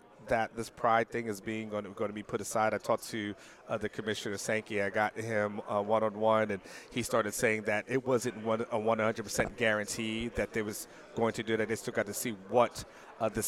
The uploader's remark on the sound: live from the College Football Hall of Fame in Atlanta for Day 2 of SEC Media Days!